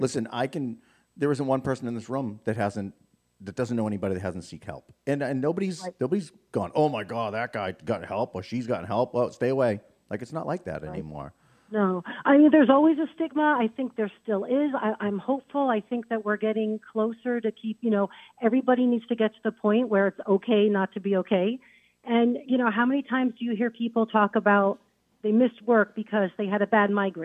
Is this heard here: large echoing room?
no